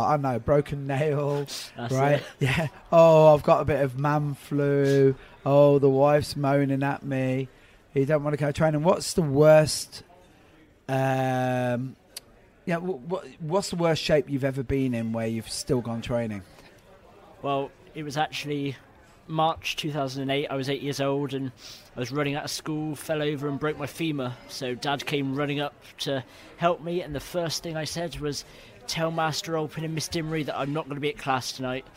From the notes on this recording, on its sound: Recorded earlier this year at the Warriors Assemble awards.